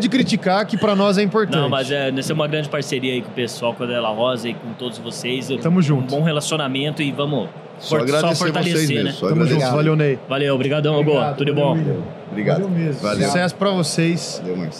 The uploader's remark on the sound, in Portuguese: Este é o último episódio gravado durante a Automec 2023 que vai ao ar.